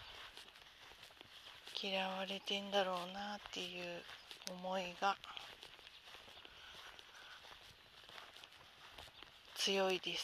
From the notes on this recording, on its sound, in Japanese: 第３０回 早朝さんぽ収録。朝のさんぽ途中に収録してみました。家のすぐそばの公園で、ベンチに座ってみたり、歩きながら収録してみたり。人が通る度にドキッとします(笑)鳥の声が、聴こえるといいのですが。